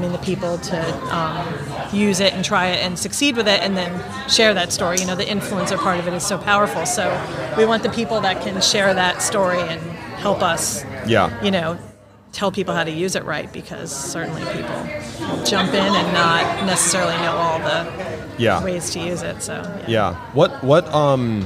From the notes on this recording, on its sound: TotalBoat was in the Wall Control booth at HAVEN 2022.